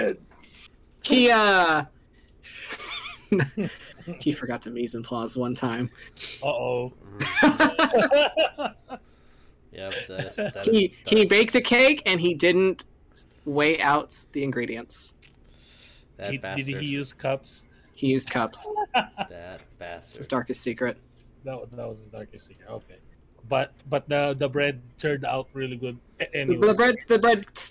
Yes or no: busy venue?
no